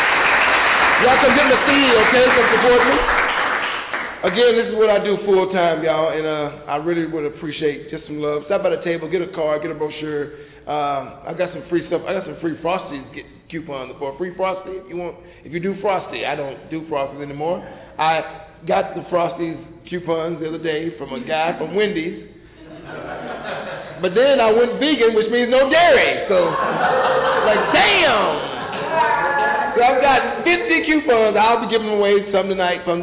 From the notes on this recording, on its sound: Live from the Oak Cliff Cultural Center, Dallas Texas. For The Poets Round Table series.